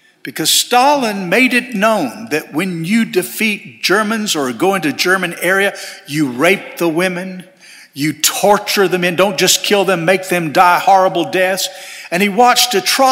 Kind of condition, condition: setting, large echoing room